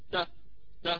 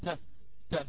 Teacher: مهموسة، فلا نقول تا تا هكذا جامدة، بل نقول تا تا يخرج معها شيء من الهواء الذي هو الهمس · Shown in: second take